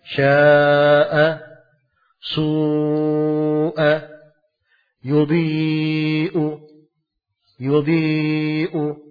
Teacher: Sebab memang harus dibaca lengkap empat harokat. Paling sedikitnya. · Term: mat muttasil